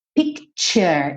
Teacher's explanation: Esse T do picture tem um som de tch, tch.